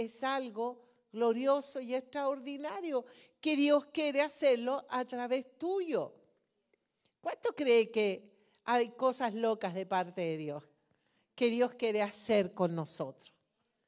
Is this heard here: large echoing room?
yes